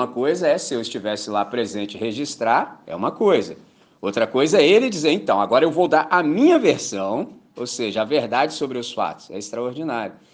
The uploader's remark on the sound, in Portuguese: Gravado em 14 de Maio de 2023 na celebração dominical em Candelaria, Volta Redonda, RJ.